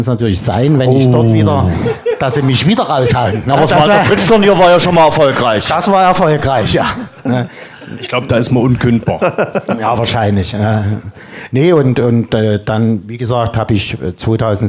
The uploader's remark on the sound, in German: Der Live-Talk aus dem Luisenhof. Hatten wir das Vergnügen, zum vierten Mal einen Livetalk mit Publikum zu veranstalten.